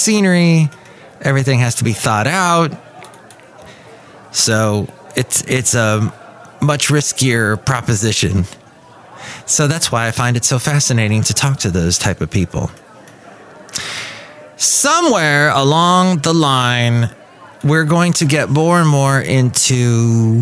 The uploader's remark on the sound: podcasts live from Café Anyway